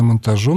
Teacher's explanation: Если мы с вами ставим ударение на окончании, склоняя слово «монтаж», у нас получается «монтажом», и под ударением по правилу пишется «о».